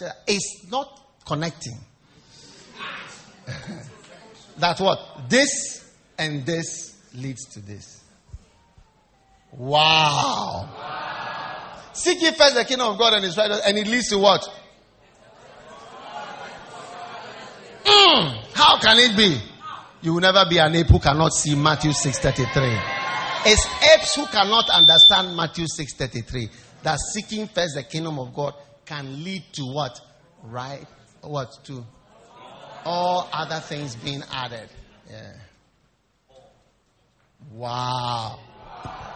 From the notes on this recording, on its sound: Preached at the First Love Church, Valley View University